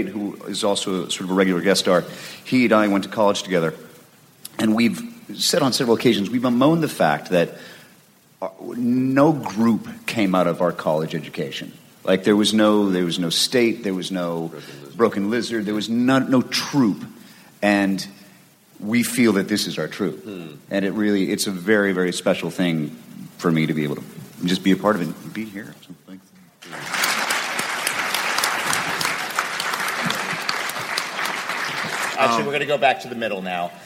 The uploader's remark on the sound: The TAH Panel from C2E2. Recorded Live 4/27/2015 at C2E2, Chicago.